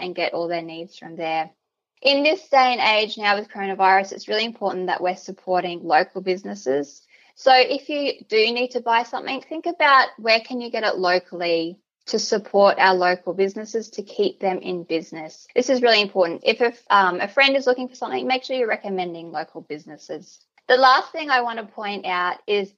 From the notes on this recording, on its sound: Zoom Workshop